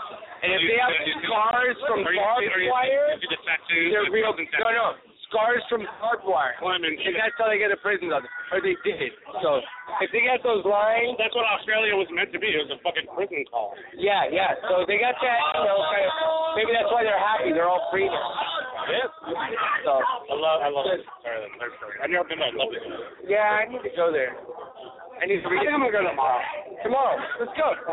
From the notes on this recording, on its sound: Broadcasting live from the Old Towne Pub in Pasadena! It's Rockabilly night.